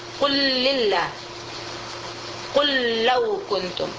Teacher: Jadi lam sudahnya lam diidghamkan idgham mutamatsilain.